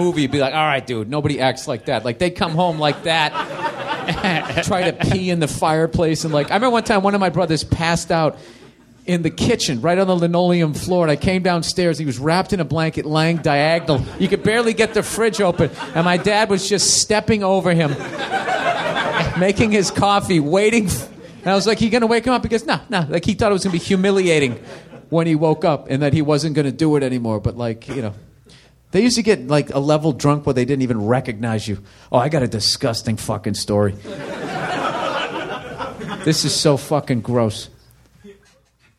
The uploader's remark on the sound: All Things Comedy Live Podcast. At Nerdmelt 7522 Sunset Blvd. Los Angeles, CA.